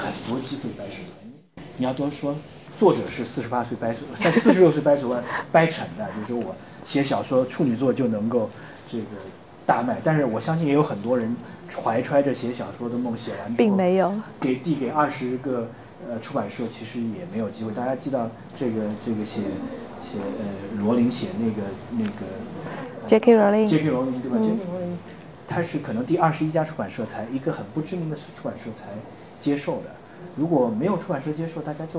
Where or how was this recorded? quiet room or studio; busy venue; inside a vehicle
busy venue